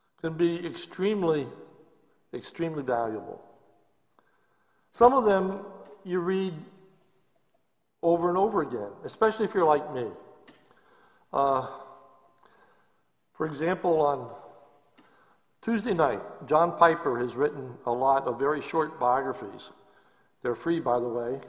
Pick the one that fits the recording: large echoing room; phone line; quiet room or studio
large echoing room